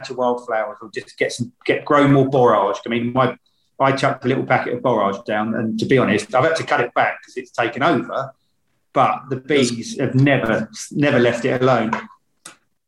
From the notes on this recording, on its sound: on Zoom